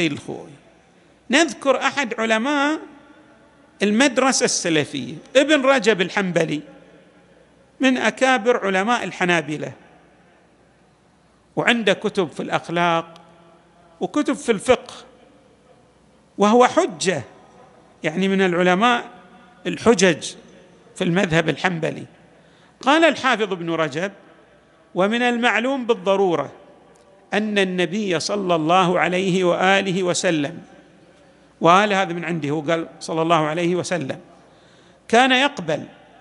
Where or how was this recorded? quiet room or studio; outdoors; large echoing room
large echoing room